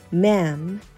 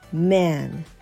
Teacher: 最後が M で終わりますので上下の唇を合わせて出す音ですよね · Shown in: first take · うーんうーんという音です。mam で2番目は今度は唇は合わせないで N なので唇は合わせないで下の、えー、下をあ口の中の天井にペターっとくっつけて出す音。うーんですね。め、えーと、と m ですね。m a これが2